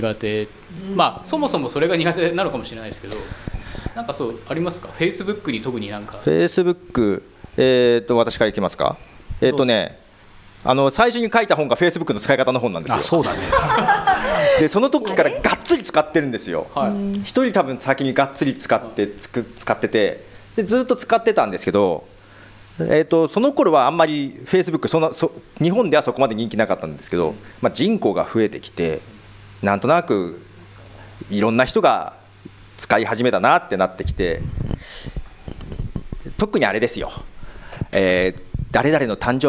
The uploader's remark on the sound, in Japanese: 初の公開収録。公開収録の模様。